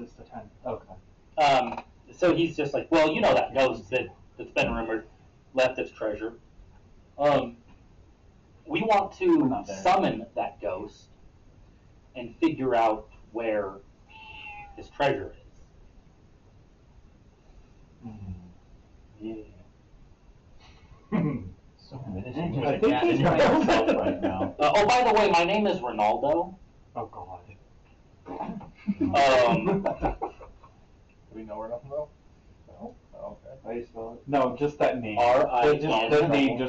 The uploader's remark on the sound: The AUDIO on this episode is really bad, lots of laughs were had during this episode so we didn't want to leave it out.